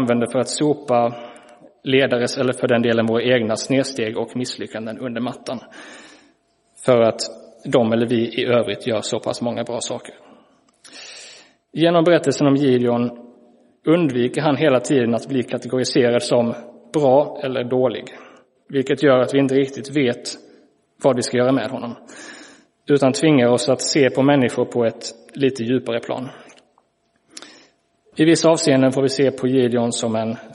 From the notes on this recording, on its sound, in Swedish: Inspelad i Roseniuskyrkan den 22 januari 2023.